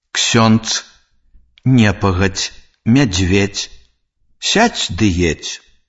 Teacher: Звонкая афрыката «дз», «дз» на канцы слова аглушаецца і вымаўляецца як «ц», «ч».